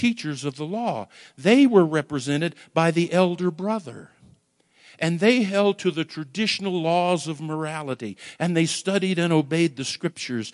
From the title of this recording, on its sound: Woodland Life Church Live